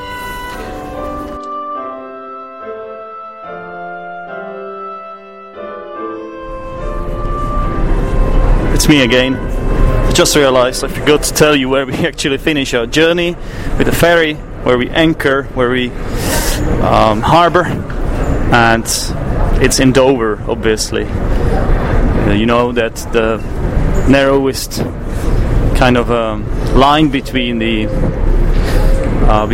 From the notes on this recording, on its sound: When crossing the English Channel on a ferry. There are 3 entries from Bristol: 2 in the middle of the Bristol Harbour Festival. The final entry is recorded from Monika's cofee shop in London.